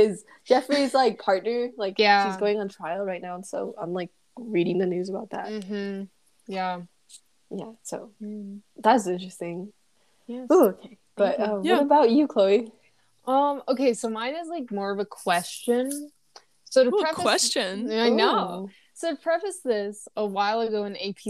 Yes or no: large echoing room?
no